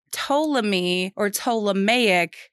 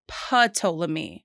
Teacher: It has been brought to my attention that the P is silent, like pterodactyl. · Shown in: first take